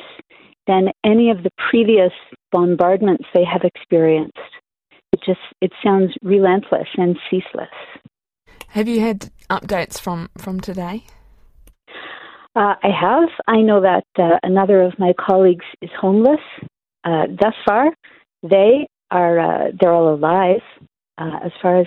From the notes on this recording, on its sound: She now lives in New Zealand. Over the phone.